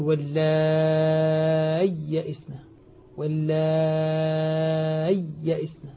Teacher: الحقيقة المذهب الذي عليه القراء والعلماء هنا أنه يظهرها، يظهر الياء فينطق بياءين، وبعضهم قال ينطقها بياء وسكت لطيف حتى تظهر الياءان